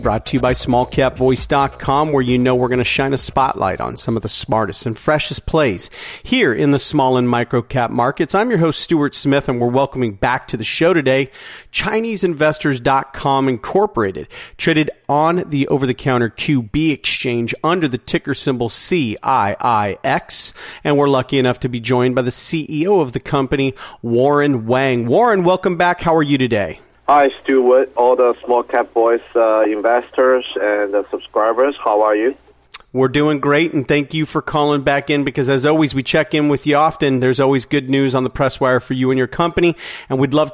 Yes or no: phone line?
yes